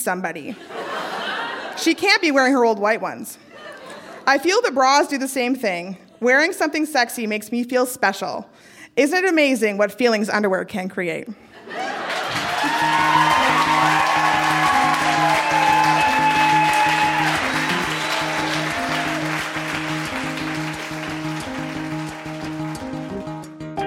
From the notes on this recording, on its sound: Recorded live at The Walper Hotel in Kitchener.